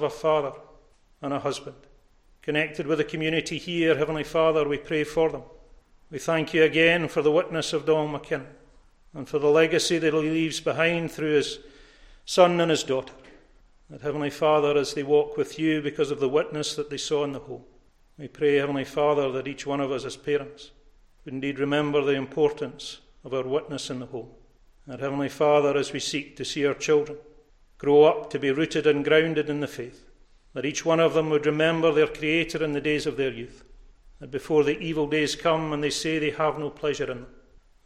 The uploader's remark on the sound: recorded at North Harris Free Church on Sunday morning 27th March 2022